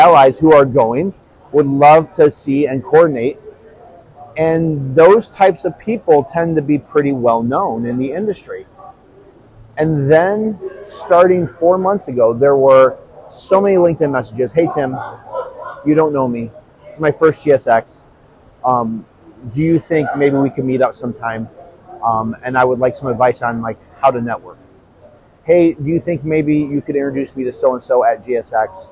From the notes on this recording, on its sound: Live from GSX 2023. Outside of the show floor on Day 3 at GSX.